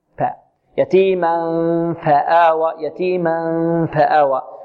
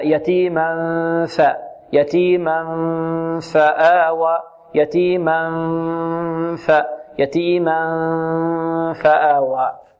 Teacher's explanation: مخرج الفاء من أين تخرج الفاء؟ من باطن الشفة السفلى مع أطراف الثنايا العليا · Shown in: second take